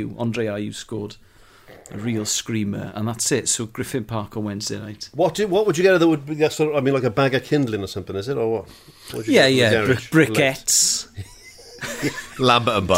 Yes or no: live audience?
no